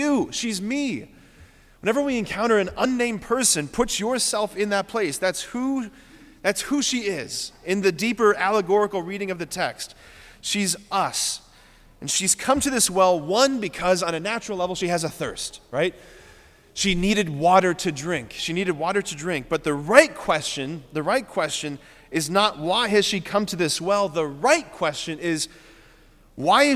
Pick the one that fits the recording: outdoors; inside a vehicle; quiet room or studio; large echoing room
large echoing room